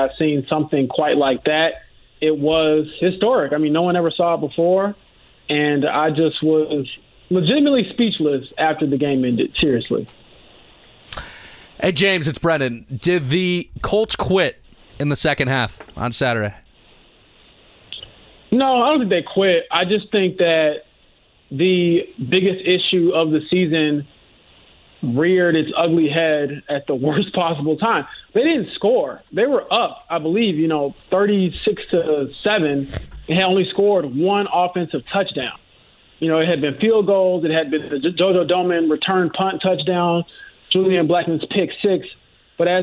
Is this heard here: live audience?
no